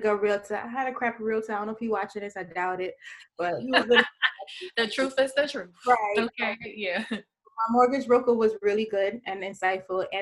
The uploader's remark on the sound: Please excuse the sound quality